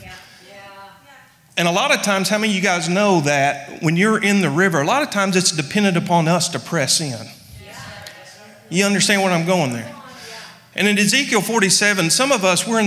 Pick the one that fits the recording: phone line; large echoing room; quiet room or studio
large echoing room